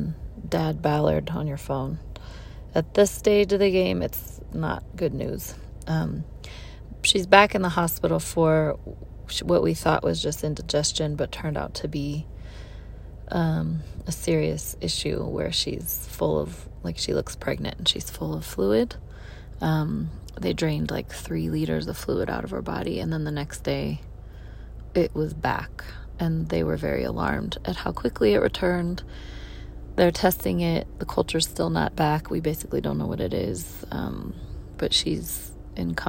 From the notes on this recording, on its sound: records a voice memo in her car